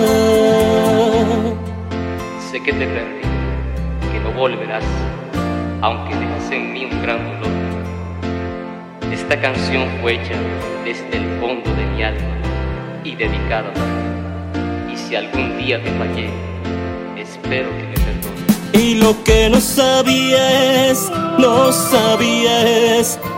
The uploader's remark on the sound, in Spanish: En esta emisión grabada en el patio de la AHS (Asociación Hermanos Saís) de Granma.